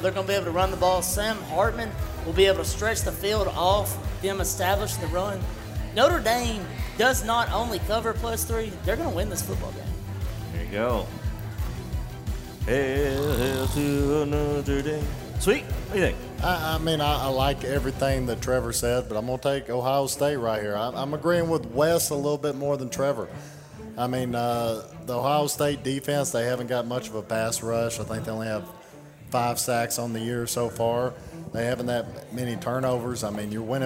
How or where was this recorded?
busy venue